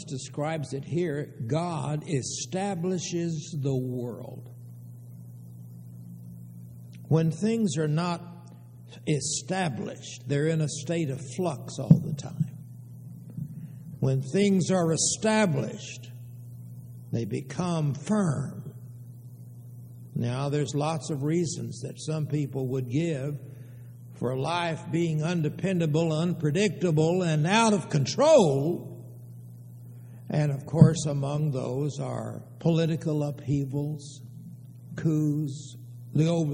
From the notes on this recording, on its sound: Downtown Church Of Christ Audio Sermon